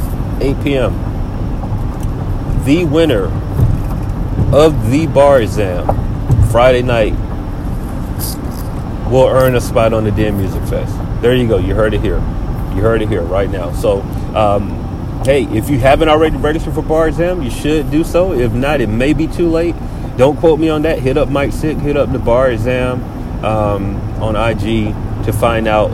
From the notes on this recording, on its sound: This week we record from the car again